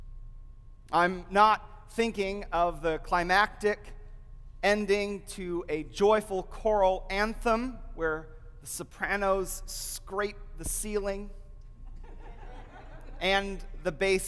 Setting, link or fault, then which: setting, large echoing room